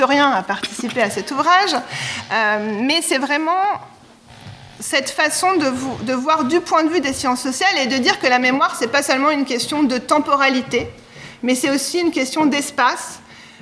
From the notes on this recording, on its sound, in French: Discussion enregistrée en public le 7 avril 2023 à Sciences-Po.